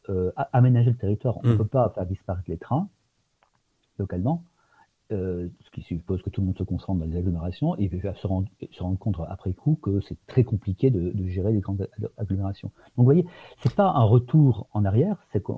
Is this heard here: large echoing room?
no